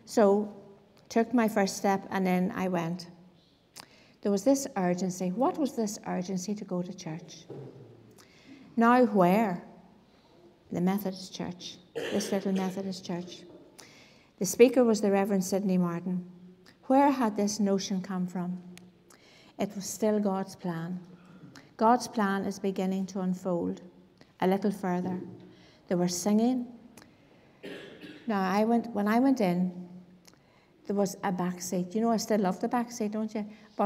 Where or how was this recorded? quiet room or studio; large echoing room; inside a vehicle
large echoing room